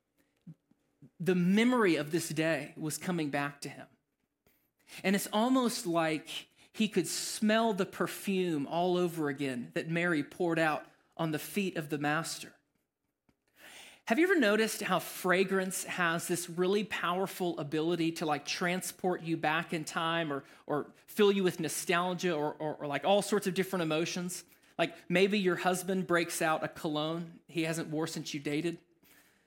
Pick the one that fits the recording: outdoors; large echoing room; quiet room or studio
large echoing room